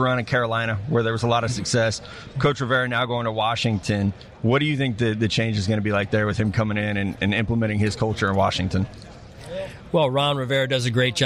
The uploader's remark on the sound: Live from NFL Combine